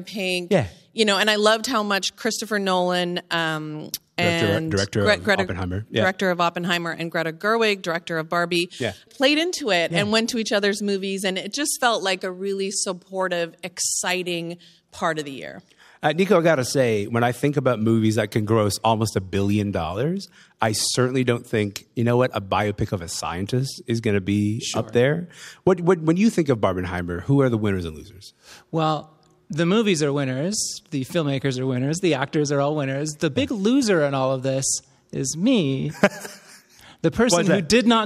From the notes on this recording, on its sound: Recorded in front of a live audience in Toronto's Glenn Gould Studio as part of the CBC's annual food drive, Sounds of the Season.